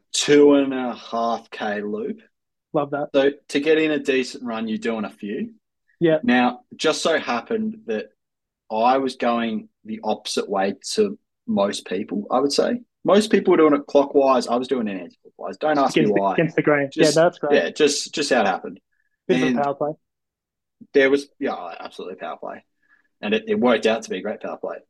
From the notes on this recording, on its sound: The boys are back after an extended break with their very first zoom podcast.